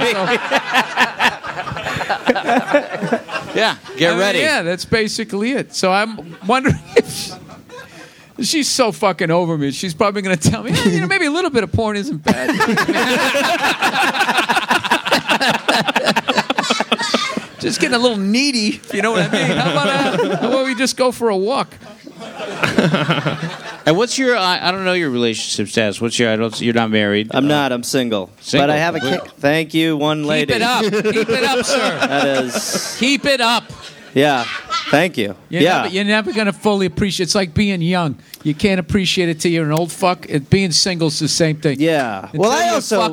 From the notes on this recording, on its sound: Live podcast from the Belly Room of the Comedy Store in Hollywood.